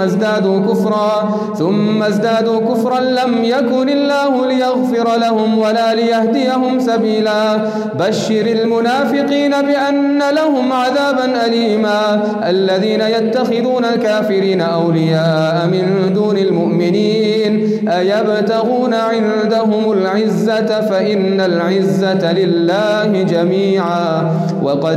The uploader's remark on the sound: Qiyaam Day 4 at the houghton Houghton masjid